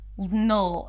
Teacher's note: it's a dark L, so you want to round your lips just a bit and then create this tension in the back, null, as you're making the L sound.